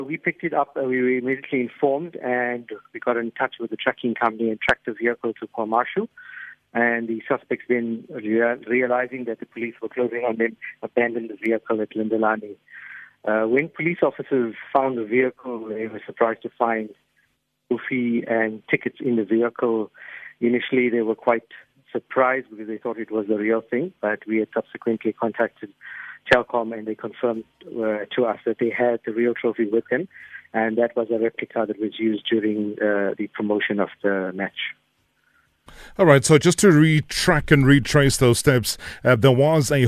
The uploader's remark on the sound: We have on the phone